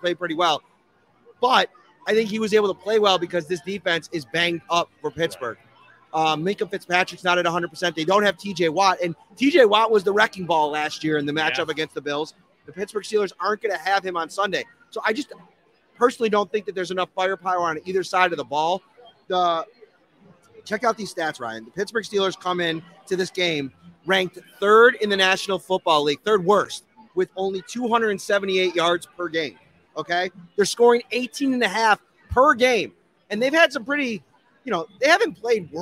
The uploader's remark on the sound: live at Imperial Pizza in South Buffalo